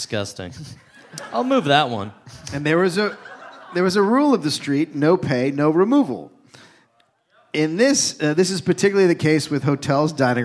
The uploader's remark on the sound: Record a live podcast in Brooklyn.